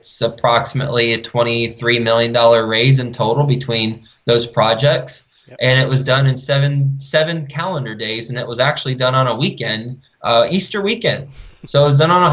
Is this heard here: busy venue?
no